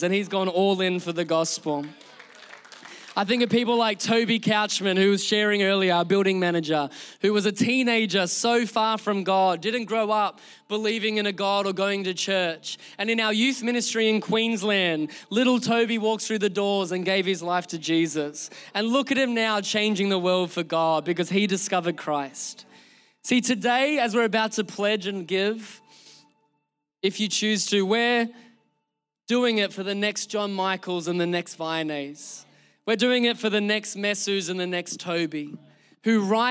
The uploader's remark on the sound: Recorded during our Melbourne service on Sunday, the 11th of June 2023